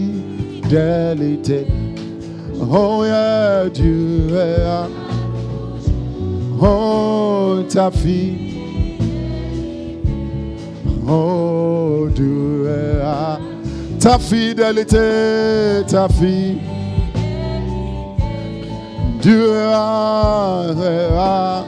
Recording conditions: large echoing room